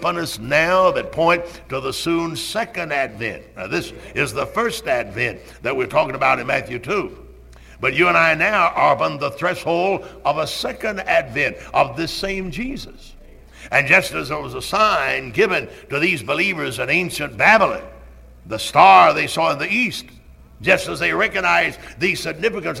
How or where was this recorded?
large echoing room